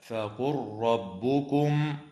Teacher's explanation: وتدغم لام الفعل في الراء في قوله تعالى فقل ربكم